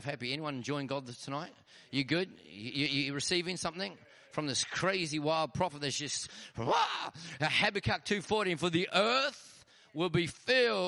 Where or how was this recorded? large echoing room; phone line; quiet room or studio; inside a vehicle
large echoing room